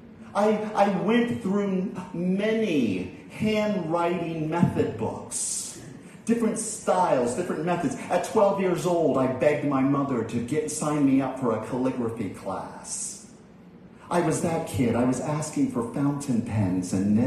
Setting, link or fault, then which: setting, large echoing room